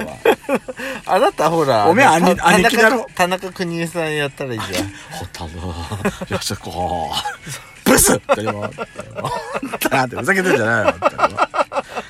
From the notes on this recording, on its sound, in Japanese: パーキング収録